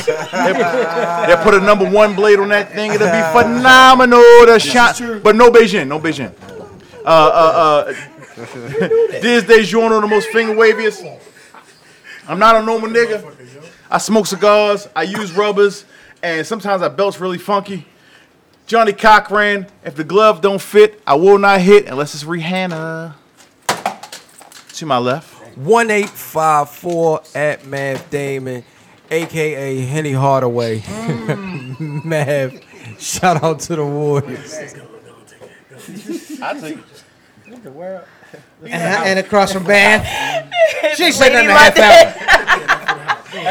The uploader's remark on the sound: on location live from Kevin's Barbershop